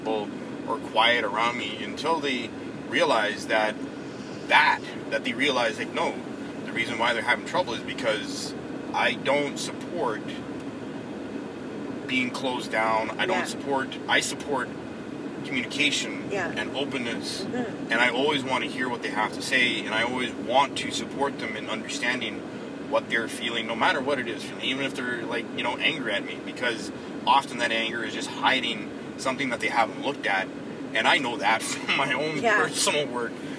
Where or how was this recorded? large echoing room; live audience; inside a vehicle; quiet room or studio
inside a vehicle